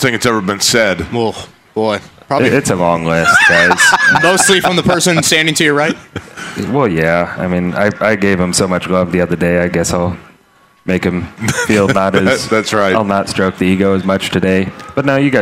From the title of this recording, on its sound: LIVE AT CARB DAY!